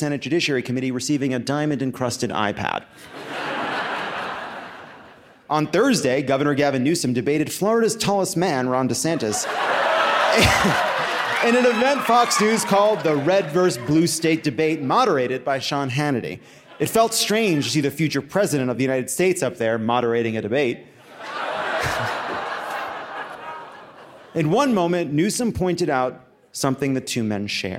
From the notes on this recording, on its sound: Live from Boulder!